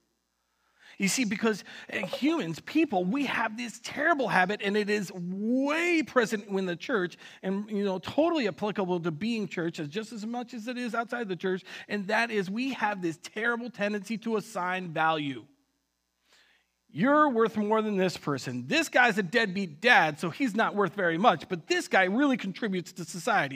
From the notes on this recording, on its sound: Recorded on October 25th, 2020 at Word of Life Church in Le Sueur, MN.